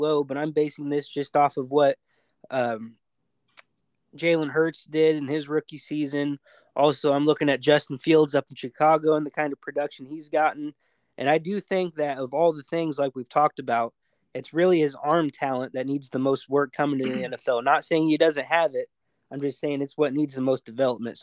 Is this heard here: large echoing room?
no